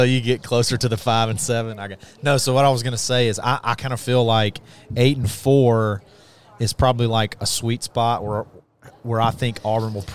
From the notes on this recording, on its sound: broadcast live from Baumhower's in Auburn